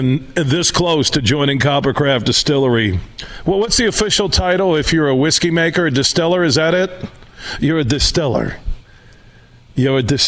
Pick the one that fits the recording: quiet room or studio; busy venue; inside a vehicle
busy venue